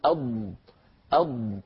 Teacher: الرخاوة جريان الصوت، الصوت ممتد، الاستطالة جريان اللسان نفسه، اندفاع اللسان إلى مقدم الفم. ما عندنا في اللغة العربية حرف إلا الضاد يتحرك المخرج أثناء نطق الحرف.